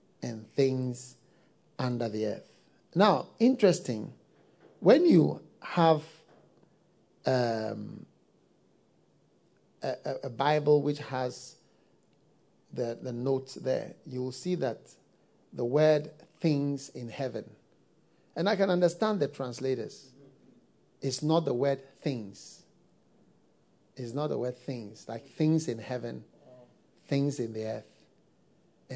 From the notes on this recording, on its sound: Preached at the FLOW Good Friday Service.